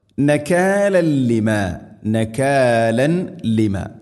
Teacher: തൻവീനിനെ ലാമിലേക്ക് ഇദ്ഗാം ചെയ്യണം, കൂട്ടിലയിപ്പിച്ച് മണിക്കാതെ ഉച്ചരിക്കണം. ഇദ്ഗാം ബിലാ ഗുന്ന, നകാലൻ ലിമ.